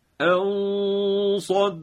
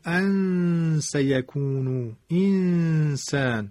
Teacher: باید اخفا ما بوی همون تفخیم و درشتی حرف مابقی رو به خودش بگیره · Shown in: first take